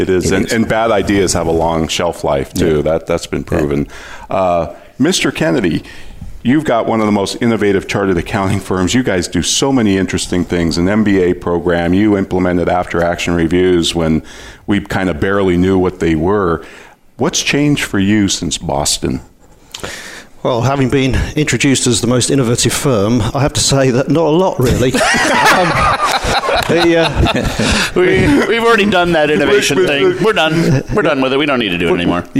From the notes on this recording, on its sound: Live from the VeraSage Symposium. This episode is a live broadcast from the Symposium and will feature Guest conversations from other VeraSage Fellows.